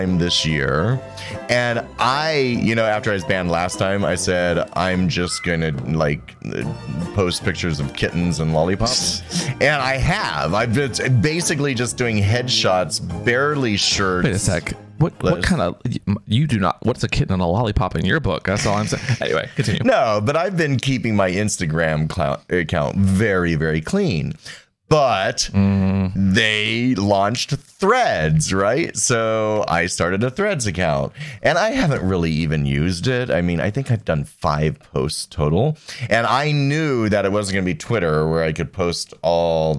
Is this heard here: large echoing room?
no